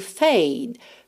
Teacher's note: o E final não é pronunciado, você para no D